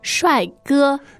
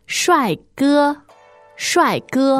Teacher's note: Now the tones are fourth and first.